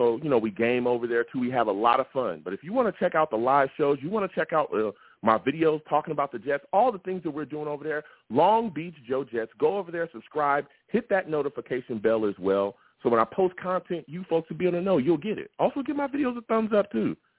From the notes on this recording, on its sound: I also take live callers!